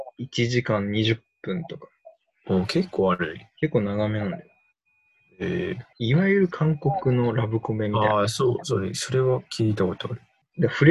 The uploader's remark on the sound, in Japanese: リモート録音なので音質はそこまでよくありません。